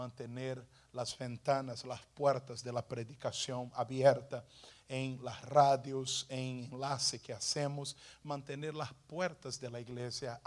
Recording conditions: large echoing room